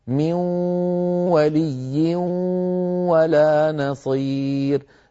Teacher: أنطق صوتا مخلوطا من نون بقي منها غنتها وتحول جزءها اللساني إلى واو · Term: حرف فرعي